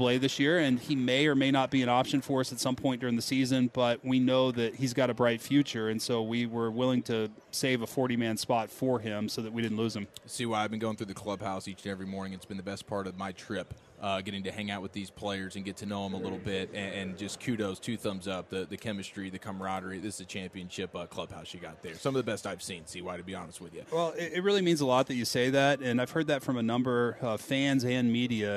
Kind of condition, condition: setting, busy venue